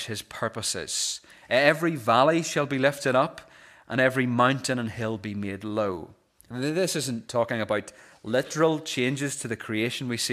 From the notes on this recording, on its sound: This is the recording of the Bible reading and sermon from our morning service on Sunday 3rd December 2023.